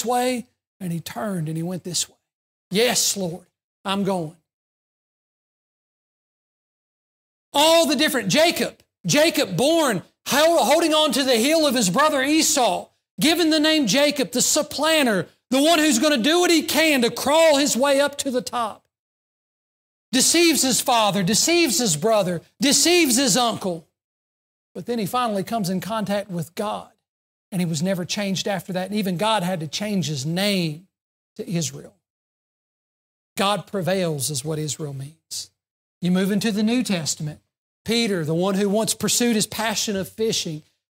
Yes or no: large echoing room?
yes